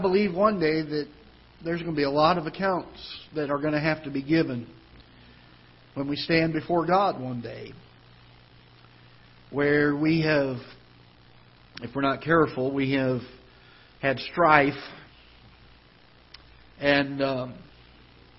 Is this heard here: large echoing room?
yes